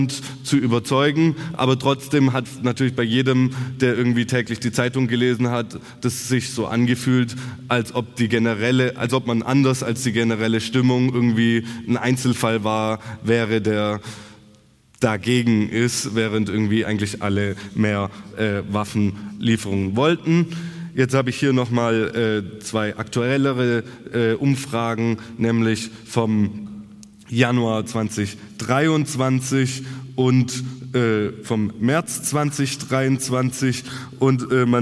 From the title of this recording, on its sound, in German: Kongress der Informationsstelle Militarisierung Tübingen 2023